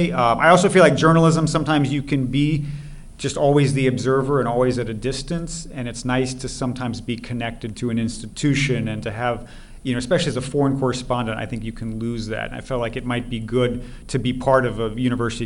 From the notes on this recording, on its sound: Live at the NEXTChina 2021 Conference in New York. A live show taped. At the fourth annual NEXTChina Conference at the China Institute in New York.